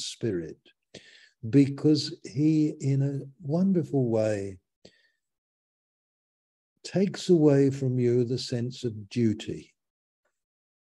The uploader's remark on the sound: Malaysia Meets (Zoom).